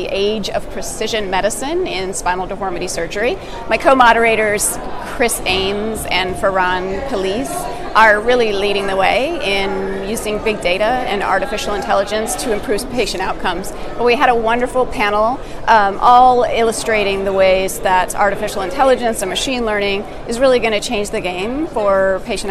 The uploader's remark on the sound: 29th IMAST | Session Moderator Live Interviews